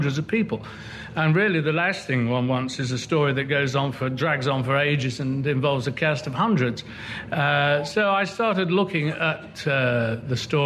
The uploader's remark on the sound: Recorded at Chalke Valley History Festival 2016.